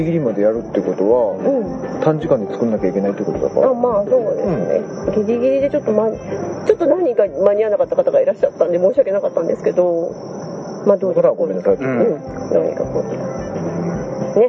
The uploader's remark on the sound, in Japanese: イベント終了後に千葉県某所の路上で収録